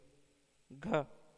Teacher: हिंदी के कंठ, सघोष, स्पर्श और महाप्राण ध्वनि है